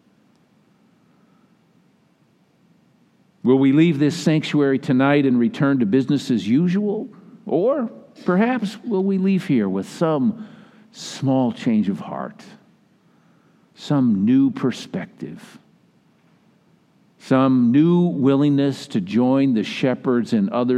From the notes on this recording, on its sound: Recording of the 10PM Christmas Eve Service.